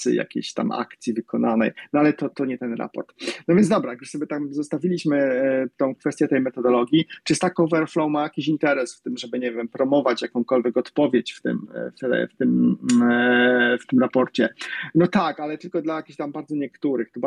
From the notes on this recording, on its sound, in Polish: To nagranie jest zapisem spotkania na Twitter Spaces, tak jak zostało przeprowadzone, bez dodatkowej obróbki.